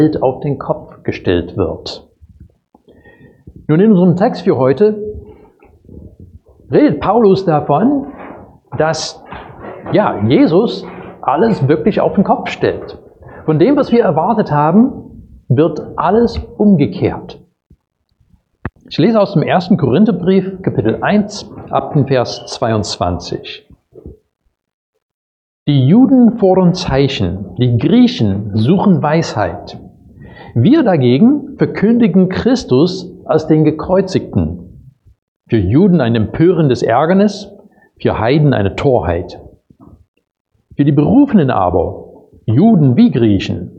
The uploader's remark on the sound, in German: Predigt aus dem Gottesdienst